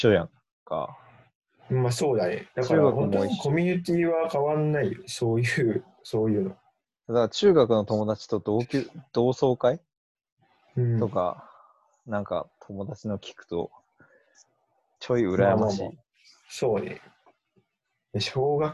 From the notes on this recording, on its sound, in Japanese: リモート録音なので音質はそこまでよくありません。